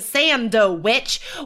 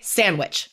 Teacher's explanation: Like that D is gone into the ether · Shown in: second take · Term: elision